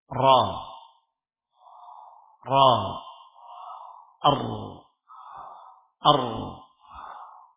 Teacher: Jadi ra memiliki sifat terkik. Terkik atau takrir. Takrir bergetar. Tapi getarnya jangan berlebihan.